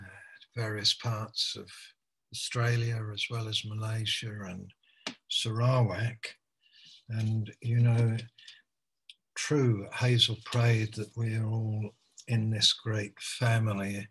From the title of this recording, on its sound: Malaysia Meets (Zoom)